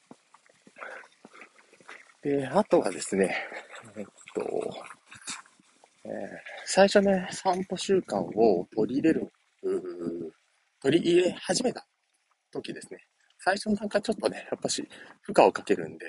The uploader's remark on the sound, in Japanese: お散歩しながら音声配信